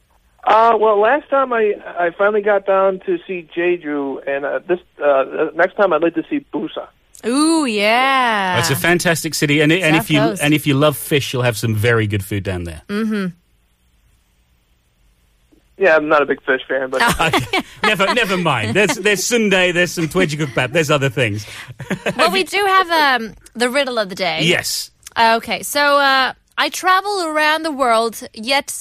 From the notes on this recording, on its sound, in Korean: 청취자 전화연결